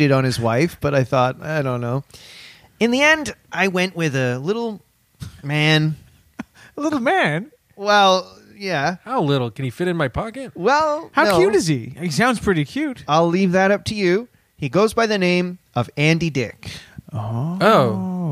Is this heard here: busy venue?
no